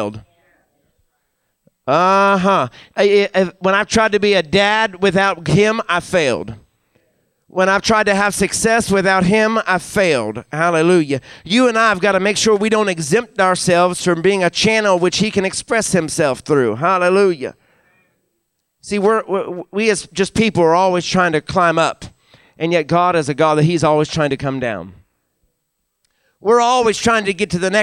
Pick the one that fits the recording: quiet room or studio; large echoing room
large echoing room